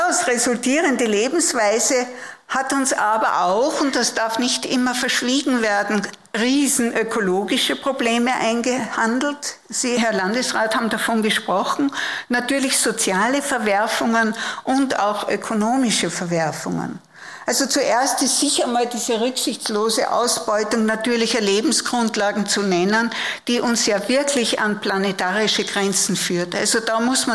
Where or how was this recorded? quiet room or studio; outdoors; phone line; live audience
live audience